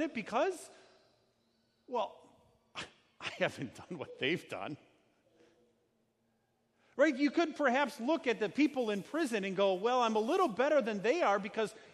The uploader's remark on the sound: Sermon preached at Our Savior Lutheran Church in Birmingham, AL, on Sunday, October 13th, 2019.